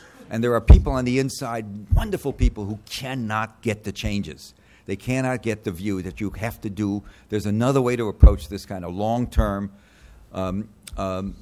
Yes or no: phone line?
no